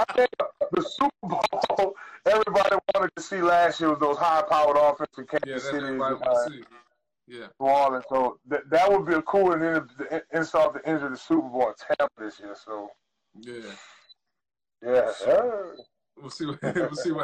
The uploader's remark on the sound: My apologies for any audio issues you throughout this episode.